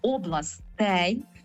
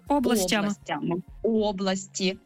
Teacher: В усіх відмінках множини та однини у слові «область» наголос на першу літеру «о», окрім родового відмінку множини. · Shown in: second take